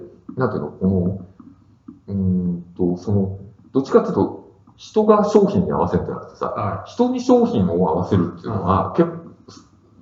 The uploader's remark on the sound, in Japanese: 旧マイクで音声ややわるいです